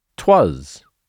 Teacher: we delete the vowel in the first word and say twas. · Term: vowel deletion